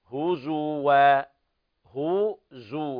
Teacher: ضم الزاي ضمة كاملة